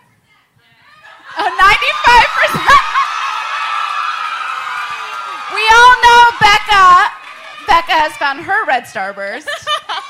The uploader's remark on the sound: We’re live from our sold out show at The Roxy in Los Angeles!